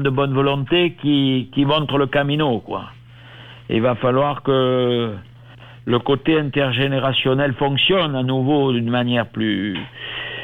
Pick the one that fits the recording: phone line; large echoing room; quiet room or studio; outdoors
phone line